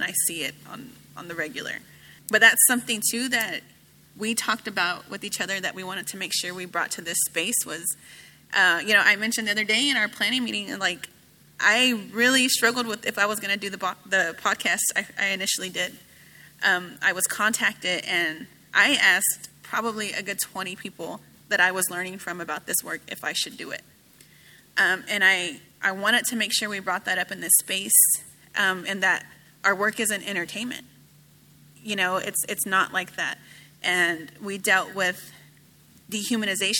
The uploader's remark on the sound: Recorded live at Obsessed Fest 2023 in Dallas, Texas.